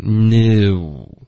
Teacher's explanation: 你的嘴唇要从一个放松的嘴型，你滑到一个嘟起来的嘴型，new，对，而不是 no，OK，结尾的这个 n 的音，舌头要顶上去上颚，别发一个后鼻音，no，这个是不行的，是 noon，OK。这下午这单词大家都会哈，对，会说，可是就是 noon 的这个发音经常是发到外国人是听不懂的，OK，哦、就是这个口音会非常的重，因为它连续有一个 oo，然后有一个 n 的音，一般学生都发的比较别扭，哦、比较难。noon，对，noon，noon， noon 对对，所以这个大家注意一下，OK。后面呢，他就接着说 you，然后 you 也是有滑动的，而不是 you，对不对？是 you said 的这个的的音省略，OK， said 不是 said，OK， said 后面又有一个 you，然后 you